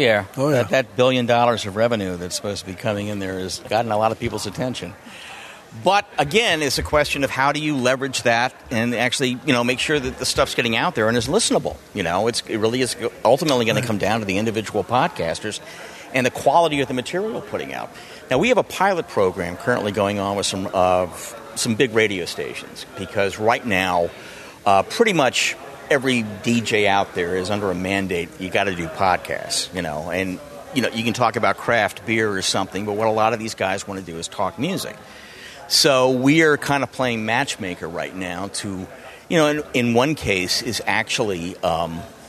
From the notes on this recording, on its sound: Live at Podcast Movement Evolutions.